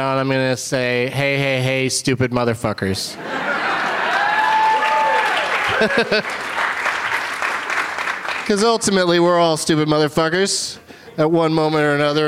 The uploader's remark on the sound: Live from the Old Town Playhouse as part of the Traverse City Film Festival